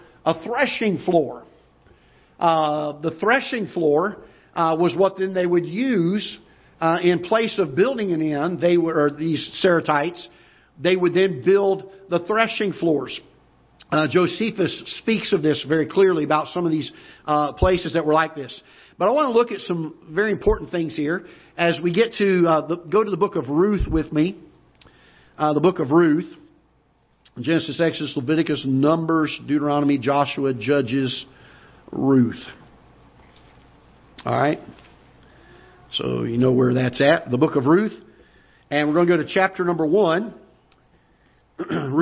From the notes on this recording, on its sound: Ketha Heights Baptist Church ~ Live Broadcast.